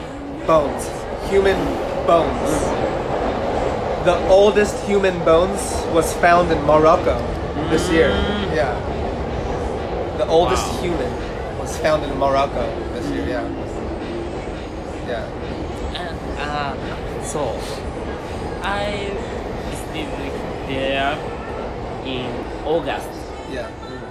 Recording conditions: sounds in the background